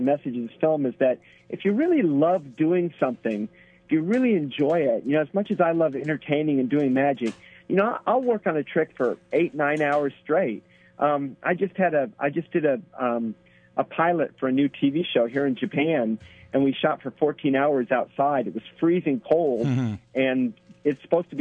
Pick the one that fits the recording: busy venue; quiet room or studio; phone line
phone line